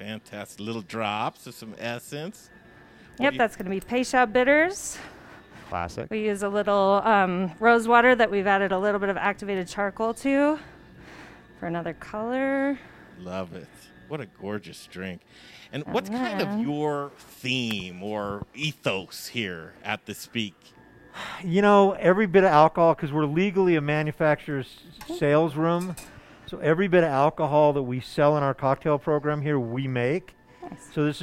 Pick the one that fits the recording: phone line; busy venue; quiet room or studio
busy venue